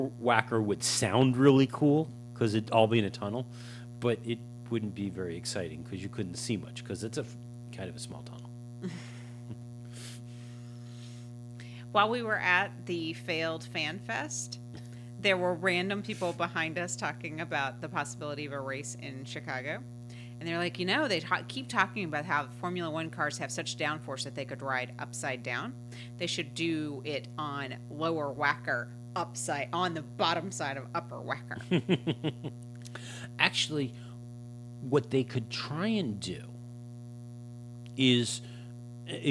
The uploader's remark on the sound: The bad news is that we still have the background hum in the recording. We’re pretty sure we now know what is causing it and we’re spending the coming week refreshing our podcasting setup in order to take care of the issue.